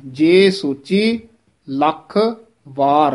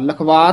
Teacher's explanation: लख थोड़ा जा दब के बोलना है, कस के उचारण करना है, वार वखरा बोलना है · Shown in: first take